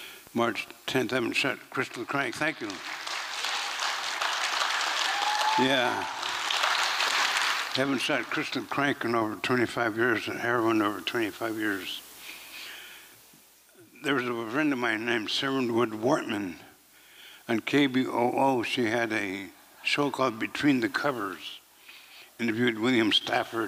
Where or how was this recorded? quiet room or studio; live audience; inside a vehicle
live audience